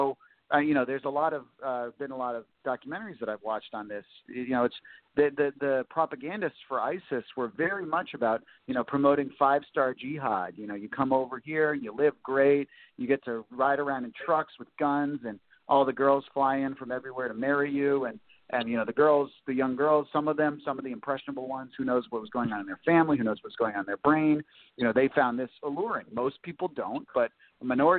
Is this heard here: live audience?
no